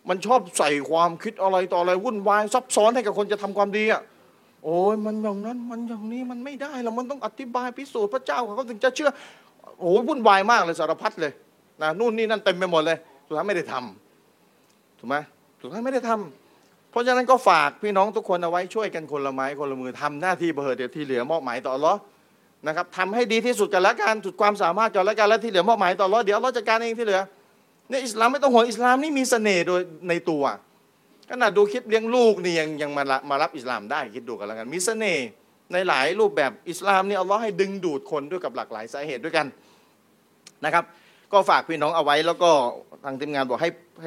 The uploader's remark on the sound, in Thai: เทปบันทึกงาน Assabiqoon Islamic Forum ครั้งที่ 1